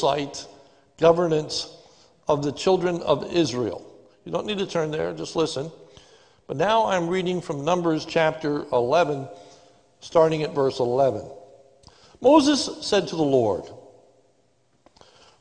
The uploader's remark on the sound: This is a sermon recorded live at the Lebanon Bible Fellowship Church on 12/13/2020 during the morning service